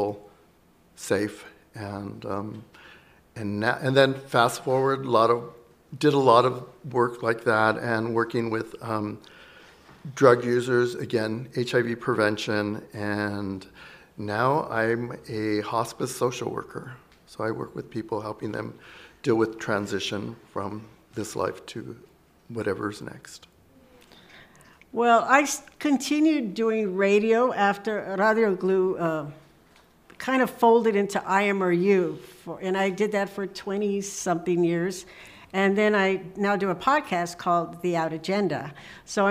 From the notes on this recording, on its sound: Together On the Air: LIVE on Radio, co-presented by dublab and ONE Archives Foundation. This show was recorded in front of a live audience as part of ONE Archives Foundation’s latest exhibition Together On the Air. Radio GLLU co-hosts reunited on air.